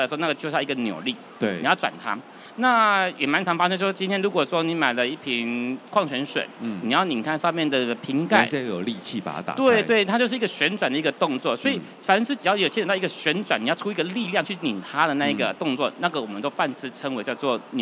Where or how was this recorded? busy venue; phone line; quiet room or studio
busy venue